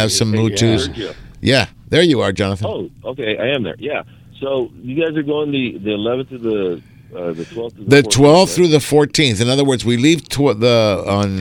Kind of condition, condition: setting, busy venue